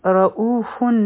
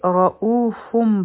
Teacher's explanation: مخکې با راغله نو دلته کې به مونږه اقلاب کوو یعنی د نون ساکن آواز به په میم ساکن کې بدل شي · Shown in: second take · اوس به دا مونږ رؤوفن نه وایو بلکې رؤوفم به وایو